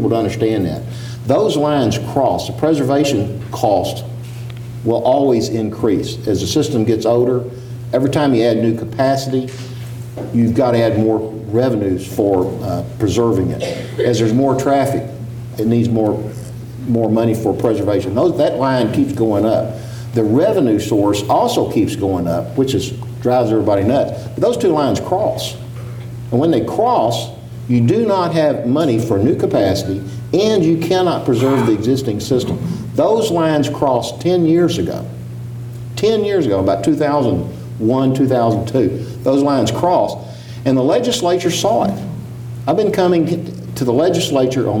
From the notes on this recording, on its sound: This event was recorded before a live audience in Austin. TribLives feature moderated discussion with our honored guests followed by questions from the audience.